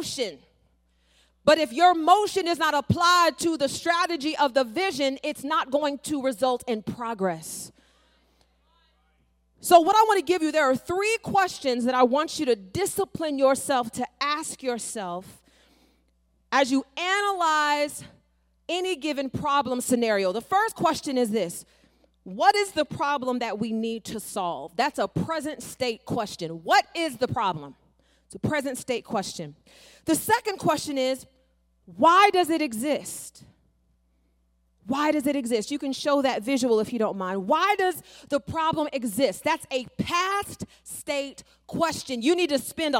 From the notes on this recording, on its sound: an excerpt from her talk at our 2023 Climb Leadership Conference